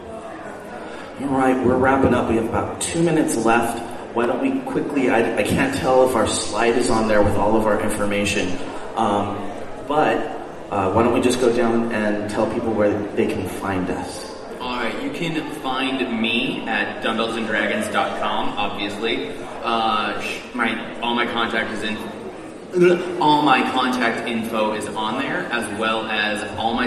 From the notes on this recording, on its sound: NerdCon Podcasting Panel! In case you couldnt make it to Escondido for our panel at NerdCon, here it is!